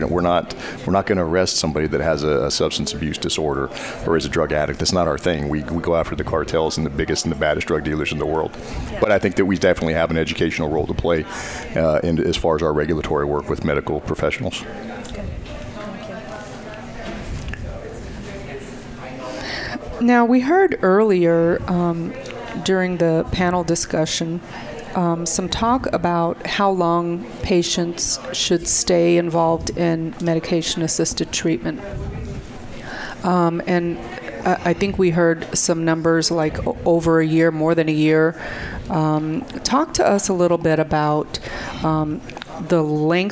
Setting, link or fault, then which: setting, busy venue